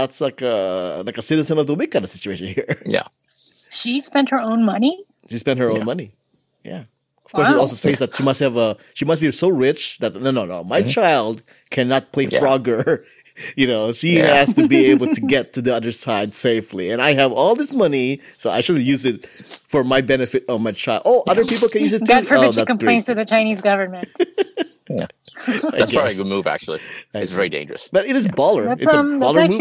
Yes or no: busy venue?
no